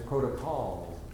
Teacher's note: the tongue has to touch the teeth to give it that little oof.